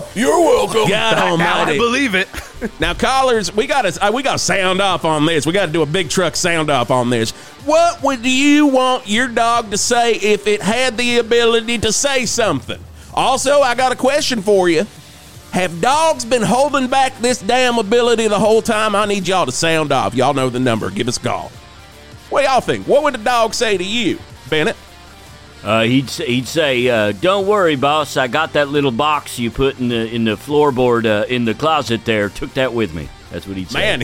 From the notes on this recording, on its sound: broadcasts live from Plusky's Distillery!